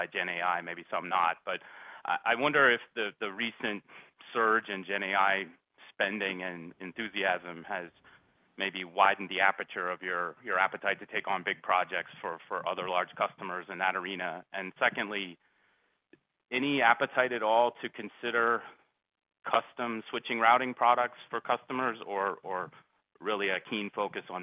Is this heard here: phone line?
yes